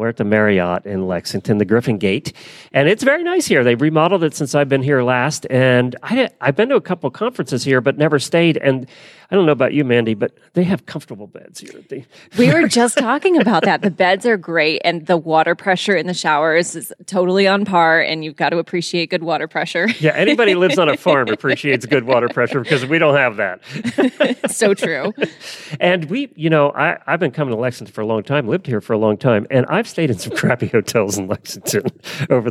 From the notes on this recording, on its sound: Live from the AHP Conference in Lexington. CORRECTED MISTAKE IN FIRST SOUND FILE.